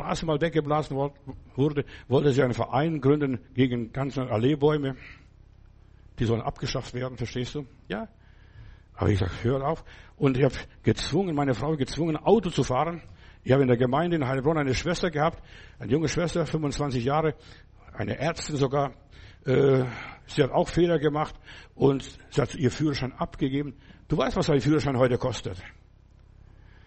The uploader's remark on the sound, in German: im Gemeinde-Zentrum in Berlin aufgenommen